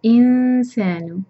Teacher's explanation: اس نون کو چھپایا جائے گا لیکن سین کے لیے تیار کریں گے زبان کو لائٹ اخفا